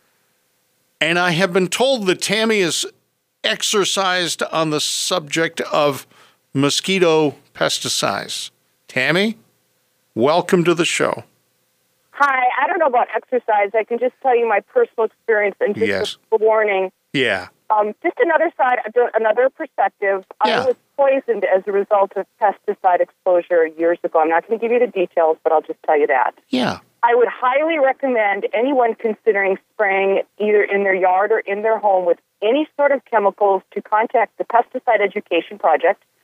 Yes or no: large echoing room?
no